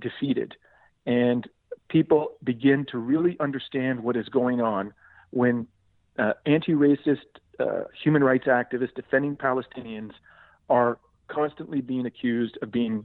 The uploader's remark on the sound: I had with me on the phone